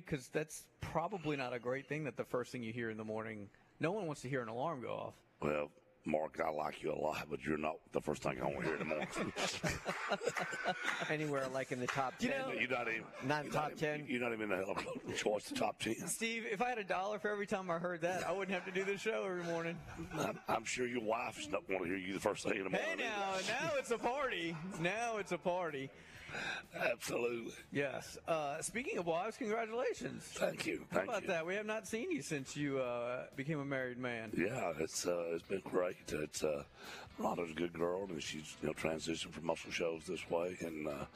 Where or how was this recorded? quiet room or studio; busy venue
busy venue